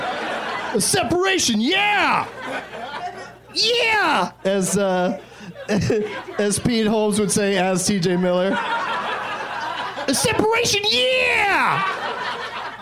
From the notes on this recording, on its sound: Live from Zanies Comedy Club in Chicago